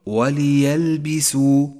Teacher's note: فالياء مفتوحة وليست مضمومة